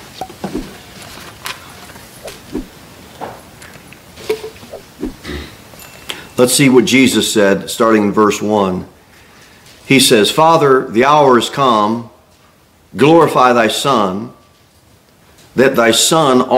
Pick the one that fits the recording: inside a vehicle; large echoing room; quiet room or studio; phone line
large echoing room